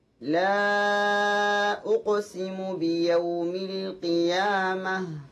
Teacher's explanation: حرف القاف مقلقل قلقلة صغرى